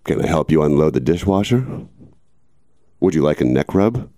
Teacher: You may notice my voice is a little... hoarser than usual.